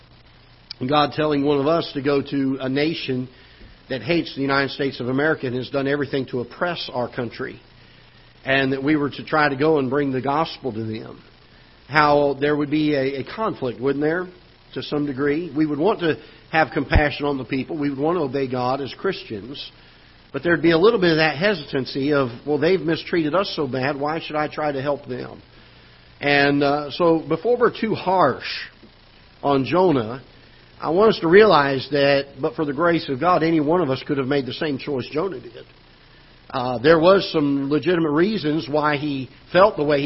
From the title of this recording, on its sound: Ketha Heights Baptist Church ~ Live Broadcast